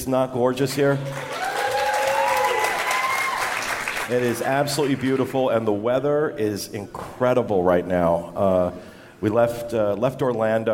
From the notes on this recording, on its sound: Filmed Live at the Nova Scotia DIS meet to raise money for Give Kids The World.